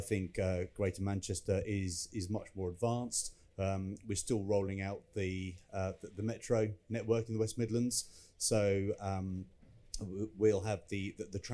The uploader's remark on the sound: At the MIPIM conference in Cannes last week. In this live recording that took place in the EG Pavilion.